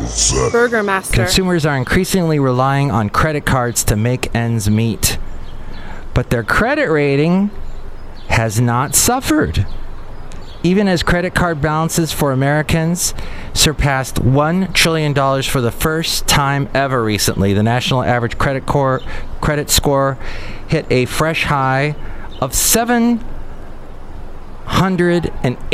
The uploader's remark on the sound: Podcasts live from Café Anyway.